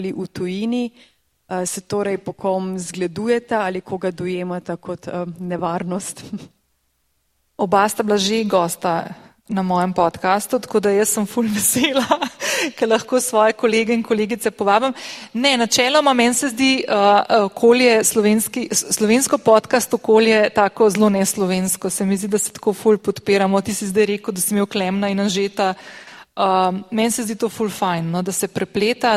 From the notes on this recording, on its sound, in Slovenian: Epizoda je bila posneta pred publiko na Avdifestivalu 2023. Oktobra v Cukrarni v Ljubljani.